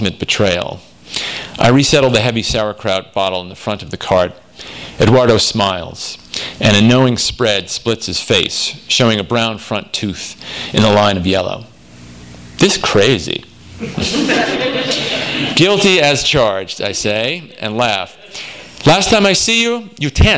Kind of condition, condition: setting, live audience